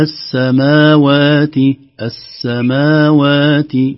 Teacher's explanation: الميم فعلا ما في بعدها ألف طويلة، لكن في بعدها ألف قصيرة. هذه الألف القصيرة الخنجرية تنطق مد طبيعي